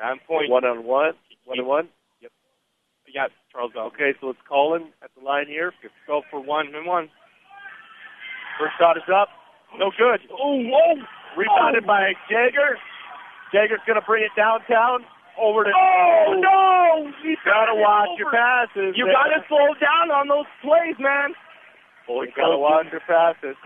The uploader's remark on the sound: Today’s game brought to you live from Sand Point